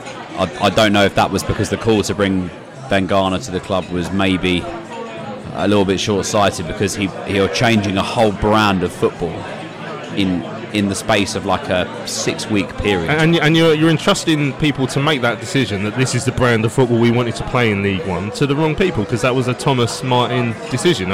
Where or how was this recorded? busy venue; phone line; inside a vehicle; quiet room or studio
busy venue